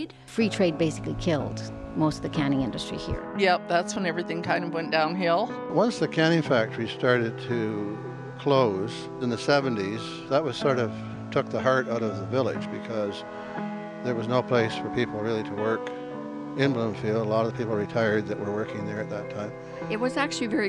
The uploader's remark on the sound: We brought our Storymobile to the main streets of Wellington, Bloomfield, and Picton to gather stories from all along the Loyalist Parkway. The people of the county share stories.